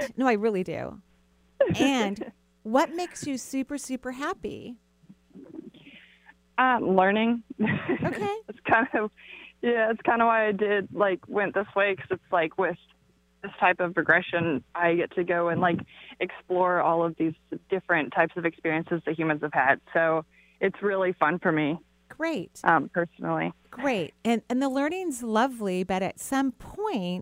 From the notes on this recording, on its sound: Enjoy this call in show